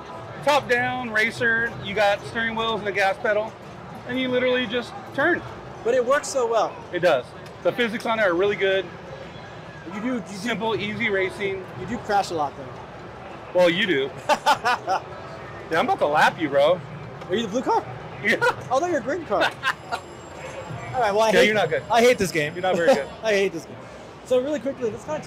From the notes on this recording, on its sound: Live at CA Extreme. Live from CA Extreme in Santa Clara!